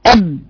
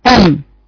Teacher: لما باجي اقرأ الباء بيبقى اطباق الشفتين اقوى، اب بضغط اكتر اب، عشان كده اطباق الشفتين في الباء اقوى من اطباق الشفتين في الميم